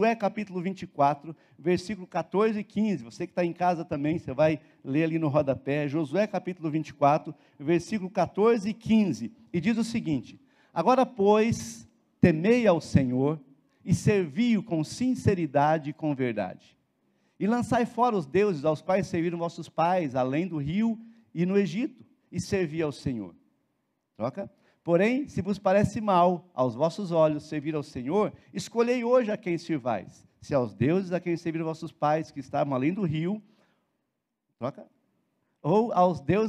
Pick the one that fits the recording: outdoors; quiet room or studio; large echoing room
large echoing room